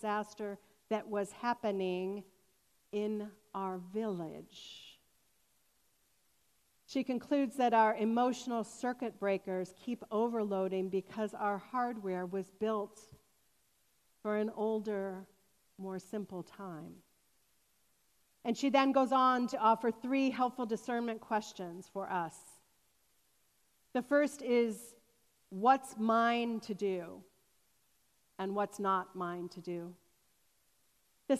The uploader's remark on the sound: This sermon was recorded on August 29, 2021 at Fairmount Presbyterian Church in Cleveland Heights, Ohio.